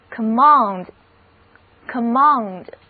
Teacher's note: 第二个音节是重读音节，所以整个单词读作 command